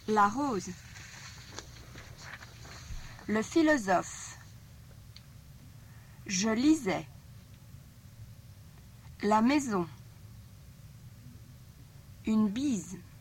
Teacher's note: In the second, it was the letter S between vowels, which is a Z sound